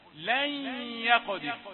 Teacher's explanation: إدغام وفيه الغنة، نون ساكنة في الياء، لأن الياء من حروف ينمو.